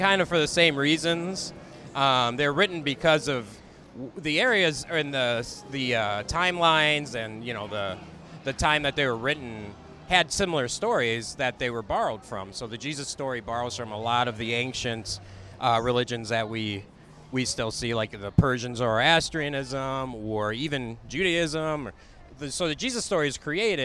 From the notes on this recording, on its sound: While walking around Hollywood Blvd.